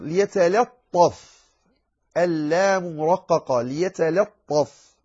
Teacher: فاستعلاء الطاء عليه ألا يجذب اللام معه